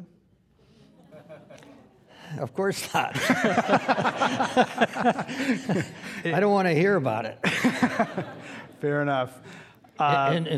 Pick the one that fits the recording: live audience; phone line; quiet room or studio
live audience